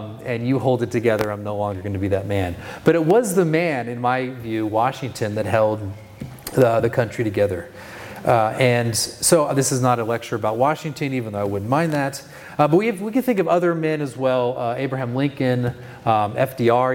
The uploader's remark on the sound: This is the second session from the Be Not Conformed Conference in June of 2023.